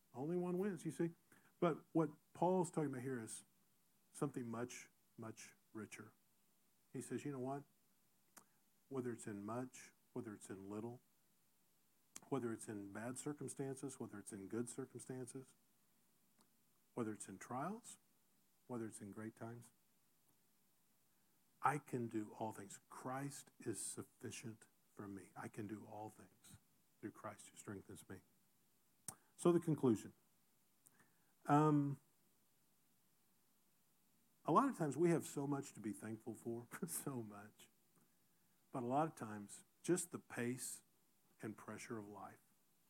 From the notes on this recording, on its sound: Recorded in SGM 101.